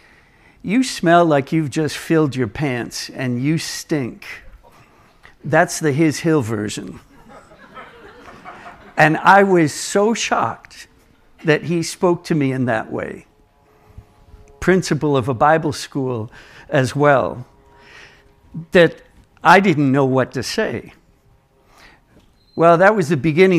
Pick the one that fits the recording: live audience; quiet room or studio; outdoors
live audience